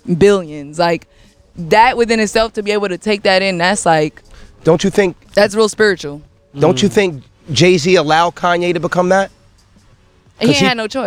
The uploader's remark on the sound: Today’s episode the guys are recording live from the block party in the hood!